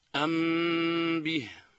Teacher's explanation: الميم الساكنة قبل الباء تغن، مثل أنبه. ثالثا النون الساكنة والتنوين يغنان إلا إذا جاء بعدهما حرف من حروف الحلق، وهي الهمزة والهاء والعين والحاء والغين والخاء، فإنهما حينئذ يظهران. · Term: الغنة